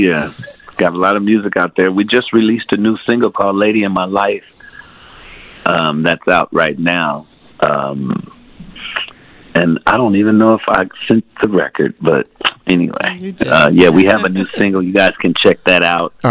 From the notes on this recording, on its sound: Phone Guest